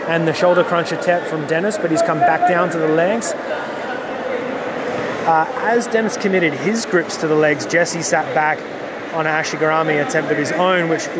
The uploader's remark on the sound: live from the event itself!